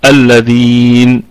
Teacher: الكلمة كلها مرققة، كل الكلمة مرققة، والذال فيها مد طبيعي وصلا وهو عارض للسكون وقفا، فنقف على هذه الكلمة بثلاثة أوجه أيضا، نقف عليها بالقصر والتوسط أو الطول 2 4 6، وأيضا لا روم فيها ولا إشمام، وفي حال الوقف عليها ستكون الغنة النون في الدرجة الرابعة من درجات الغنة الذين هكذا. · طيب الذين الكلمة كلها مرققة، كل الكلمة مرققة، والذال فيها مد طبيعي وصلا وهو عارض للسكون وقفا، فنقف على هذه الكلمة بثلاثة أوجه أيضا، نقف عليها بالقصر والتوسط أو الطول 2 4 6، وأيضا لا روم فيها ولا إشمام، وفي حال الوقف عليها ستكون الغنة النون في الدرجة الرابعة من درجات الغنة